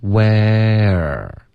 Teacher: 开头是 where 一个 a 的这个音，然后从这个 a 呢，你的舌头就要降下来，往后稍微卷一点，滑到一个 r 的音，所以你听一下这个滑动，where。你可以听出来吗？Where，而不是 where 这样，OK？Where 会有一个舌头的动作，导致它有一个滑动。Wearing，OK？What、okay? · Term: 双元音